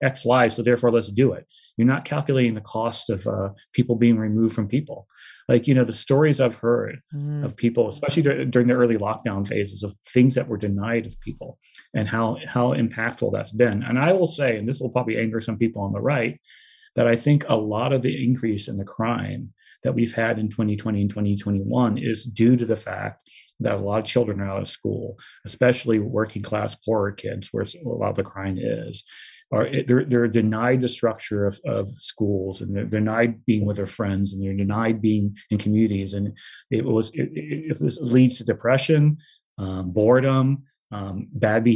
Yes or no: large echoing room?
no